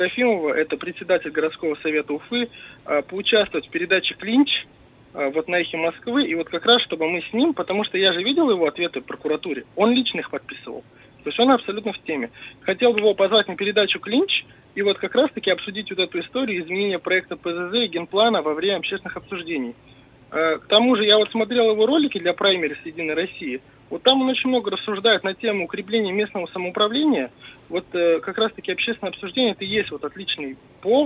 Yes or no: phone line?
yes